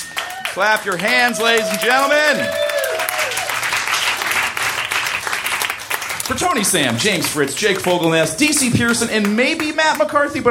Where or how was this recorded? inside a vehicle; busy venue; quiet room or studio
busy venue